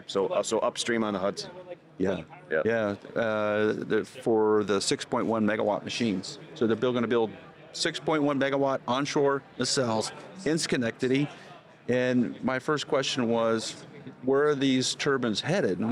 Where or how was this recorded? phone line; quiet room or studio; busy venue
busy venue